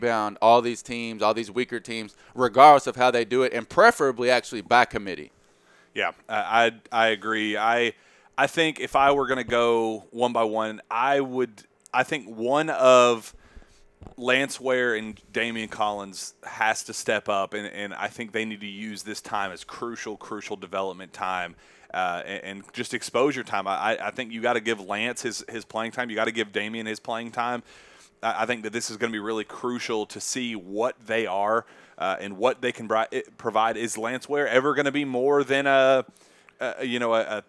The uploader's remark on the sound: Live from New York, it's the Champions Classic at Madison Square Garden